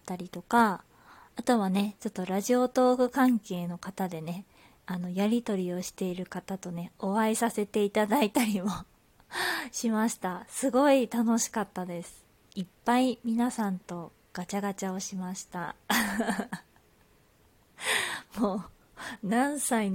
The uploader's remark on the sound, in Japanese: 自宅でスマホによる収録のため様々な騒音が収録されています、ご了承ください